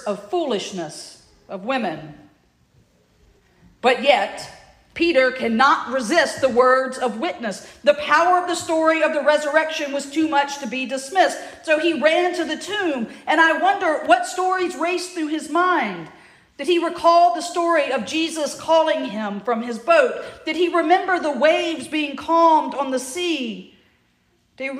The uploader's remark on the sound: at the Church to the Messiah (recording) in Heflin, Alabama